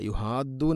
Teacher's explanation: ഹ തൊണ്ടയുടെ മധ്യഭാഗമാണ് മഖ്റജ്. അതുപോലെ ഇവിടെയുള്ള മദ് മദ്ദിനക്ഷരമായ അലിഫിന് ശേഷം ദാലാണ്, ദാലിന് ശദ്ദുണ്ട്.